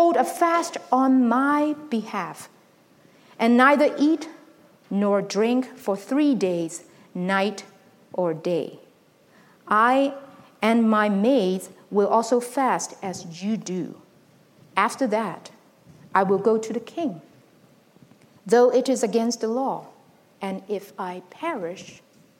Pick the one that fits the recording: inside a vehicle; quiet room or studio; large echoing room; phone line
large echoing room